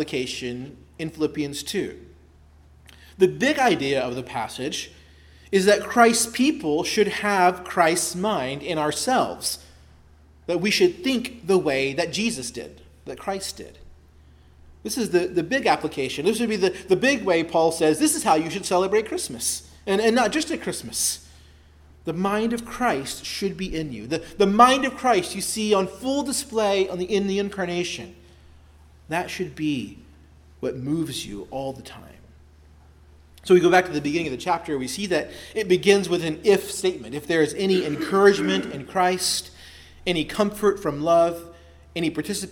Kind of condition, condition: setting, large echoing room